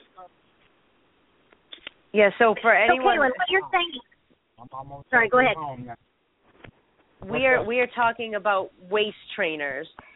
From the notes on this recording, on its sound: I will be having some competitors and company representatives call in and give you the low down on how it all went.